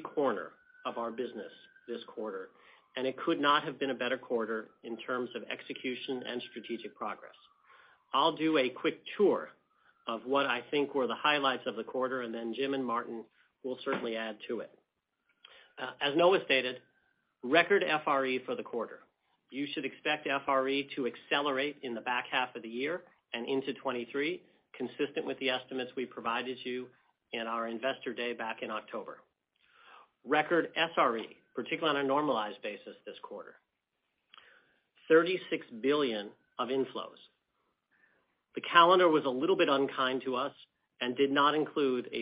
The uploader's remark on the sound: Earnings Conference Call